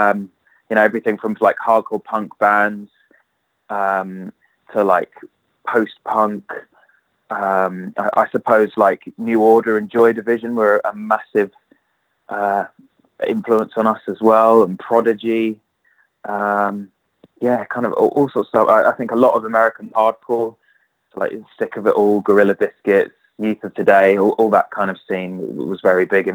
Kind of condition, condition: link, phone line